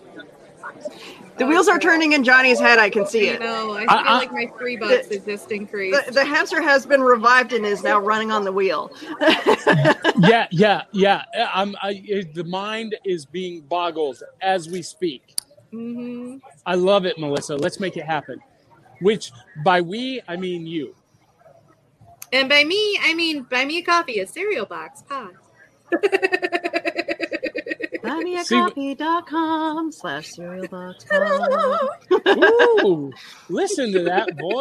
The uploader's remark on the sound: Live from Cryptid Con!